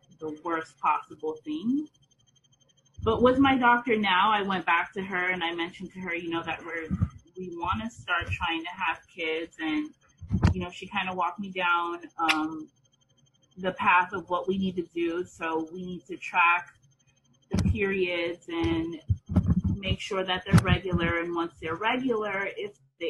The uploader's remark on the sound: I am having a vent session with some of my friends via zoom